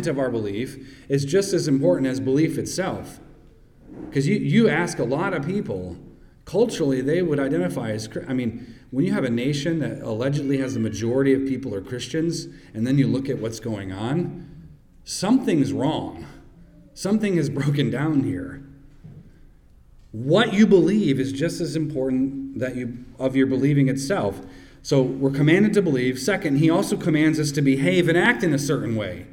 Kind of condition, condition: setting, large echoing room